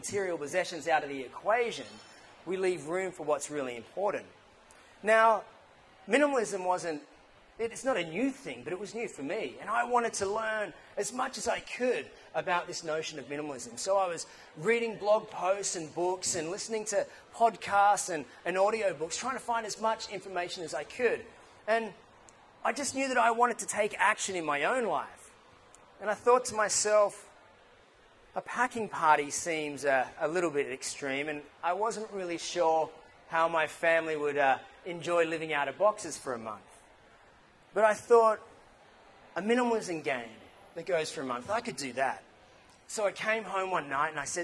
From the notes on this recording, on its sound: Idea Bombing Newcastle Talk. It was exciting to hear so many ideas being passed around the room. There is a bit of background noise as the Edwards was quite full.